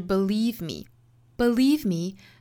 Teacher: believe 这个词后面这个音节呢，固定住一定是一个长音紧音的一个 e 的发音